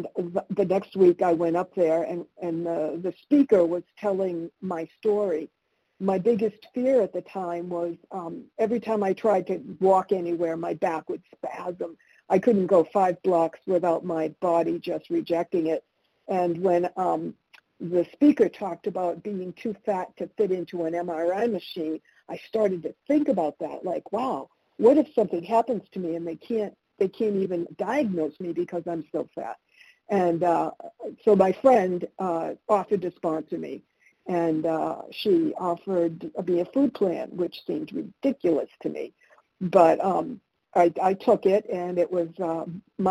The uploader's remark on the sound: 100 Pounders Phone Meeting